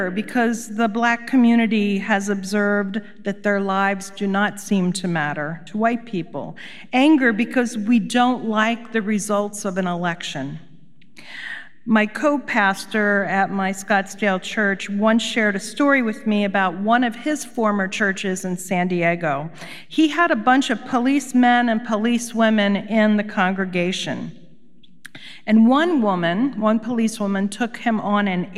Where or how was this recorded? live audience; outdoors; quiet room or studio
live audience